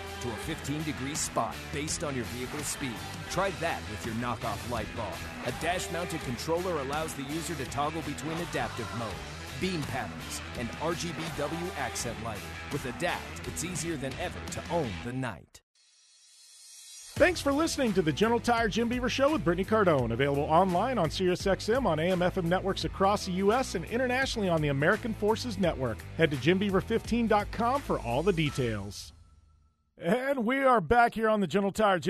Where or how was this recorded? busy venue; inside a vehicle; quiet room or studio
busy venue